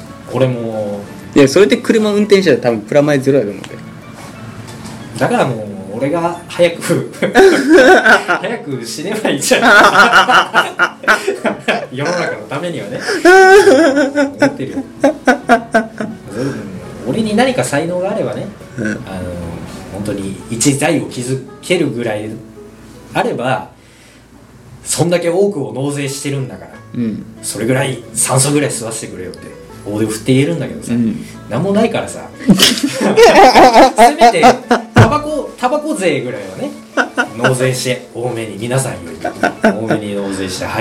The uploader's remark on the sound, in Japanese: 今回もマイクの設定をミスってしまい、雑音多めです。貸し切ったスタジオの真ん前で道路工事してやがりました。ガガガガと音が入っちゃいました。